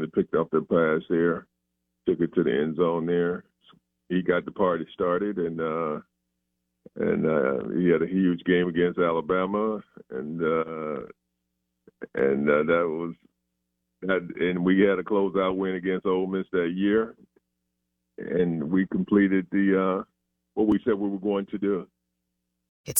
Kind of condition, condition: link, phone line